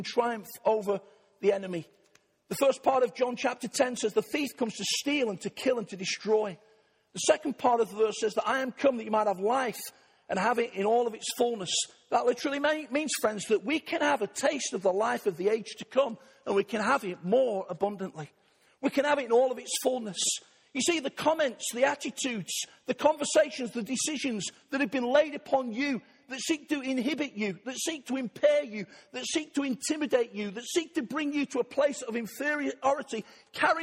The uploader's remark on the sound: Arena Church, Ilkeston